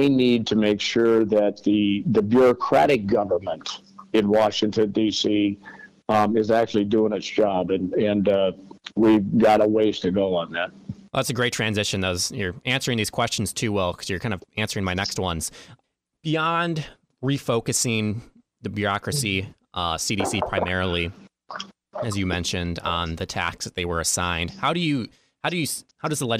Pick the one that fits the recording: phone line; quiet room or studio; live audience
phone line